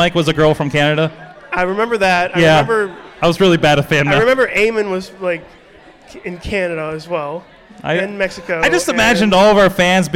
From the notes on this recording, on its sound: We are LIVE at Pittsburgh Podcon celebrating International Podcast Day at Spirit Lounge in Pittsburgh, PA